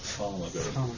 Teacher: No plosive. No explosion with your mouth. Just push the air out without exploding. · Term: P without a plosive